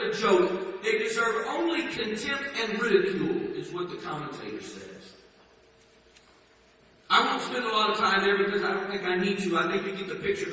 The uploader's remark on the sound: Please forgive the poor audio in this recording.